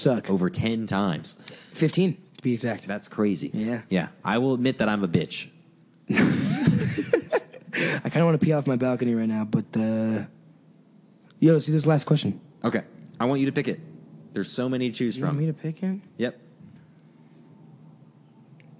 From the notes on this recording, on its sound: RECORDED LIVE IN LA.